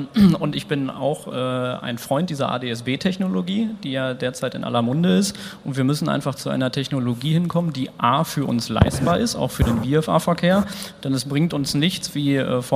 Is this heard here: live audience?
yes